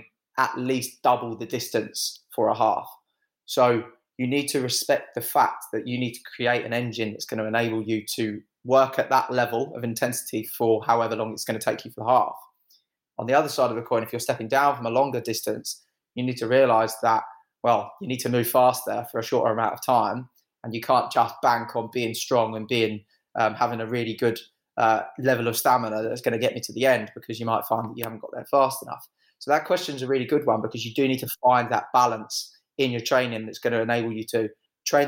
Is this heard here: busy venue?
no